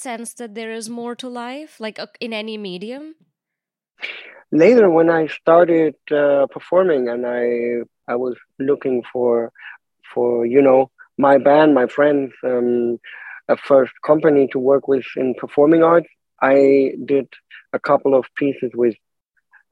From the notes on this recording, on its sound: on Zoom